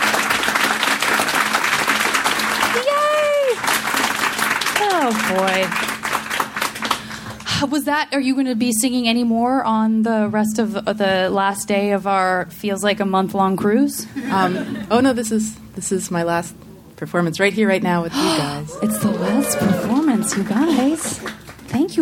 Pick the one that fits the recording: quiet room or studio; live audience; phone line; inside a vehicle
live audience